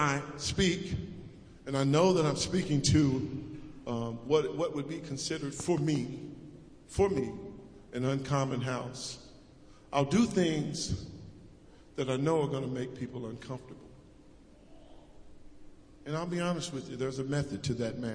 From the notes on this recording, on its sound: preached at Acton United Methodist Church in a Community Thanksgiving Service